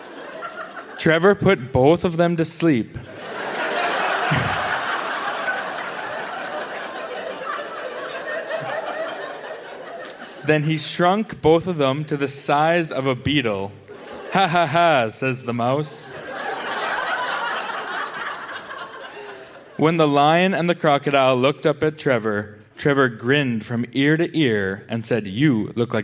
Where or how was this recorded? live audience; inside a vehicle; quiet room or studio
live audience